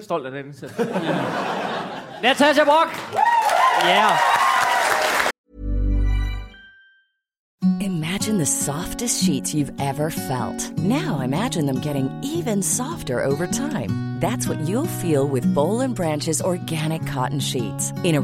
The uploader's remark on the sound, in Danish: Afsnittet er optaget live på Comedy Zoo.